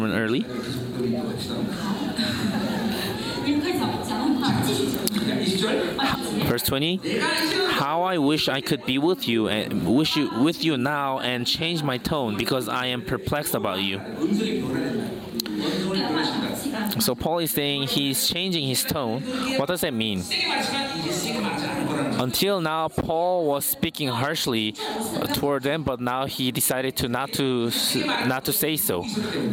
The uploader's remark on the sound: Chuseok Conference. Conference sermon.